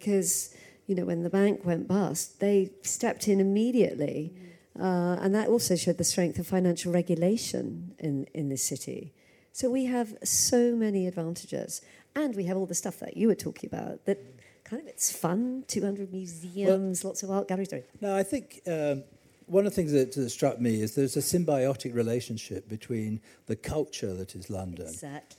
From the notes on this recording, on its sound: Recorded live at MIPIM 2023.